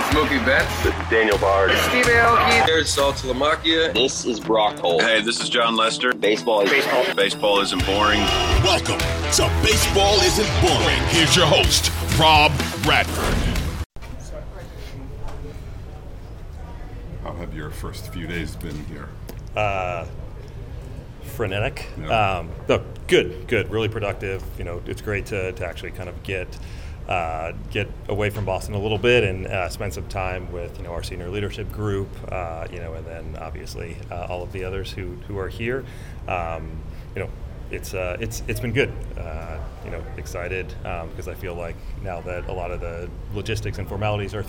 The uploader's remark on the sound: Meets The Media On Day 1 Of The GM Meetings. Answer questions from the Boston media.